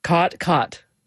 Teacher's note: there you have your what's called the cot merger, or in linguistic circles, the low back vowel merger, which is sort of the biggest marker of Western speech.